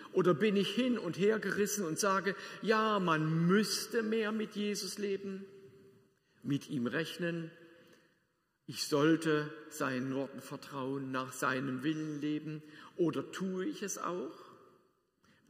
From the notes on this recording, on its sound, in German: Predigt aus der Lutherkirche Plauen.